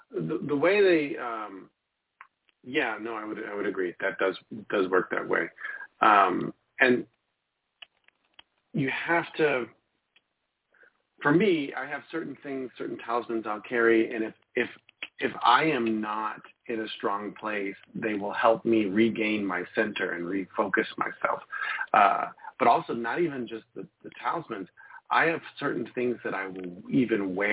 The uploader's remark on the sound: The Lucky Mojo Hoodoo Rootwork Hour is a real, live call-in show where the general public gets a chance to ask about actual problems.